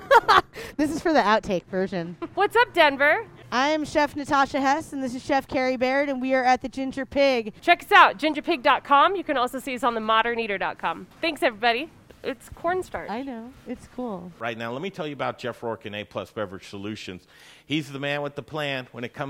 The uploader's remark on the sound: We're talking Colorado restaurants from the patio of one!